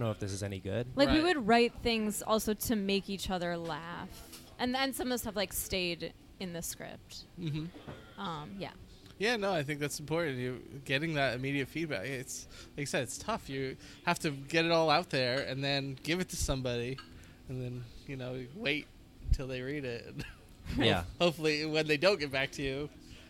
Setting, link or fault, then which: setting, busy venue